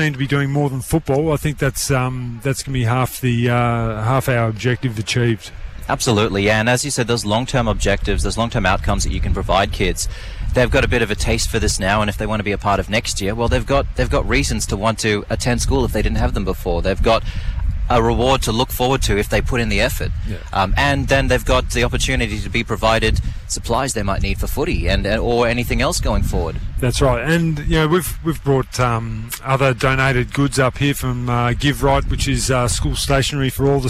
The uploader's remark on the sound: broadcasts live from Cable Beach for the Kimberley 9's event